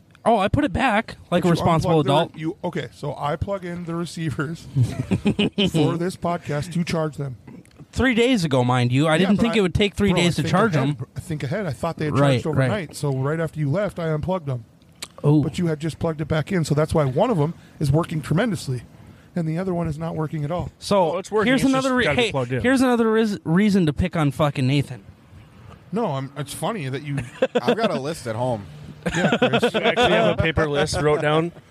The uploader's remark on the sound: We gather outside around the bonfire.